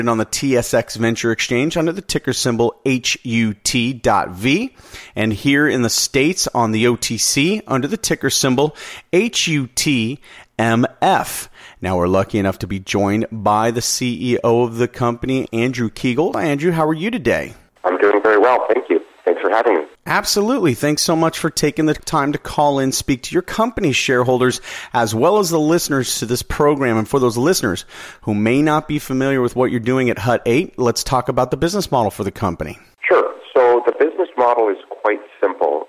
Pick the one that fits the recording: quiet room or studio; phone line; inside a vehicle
phone line